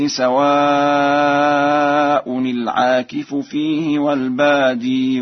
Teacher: قرأ ورش سواء برفع الهمزة كما قرأ بإثبات الياء وصلا في لفظ الباد